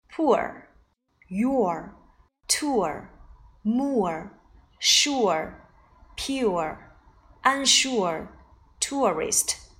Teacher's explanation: 舌头往后缩平伸，嘴唇由圆形突前迅速放松打开，发音时舌头紧绷而有力 · Term: 双元音，u 儿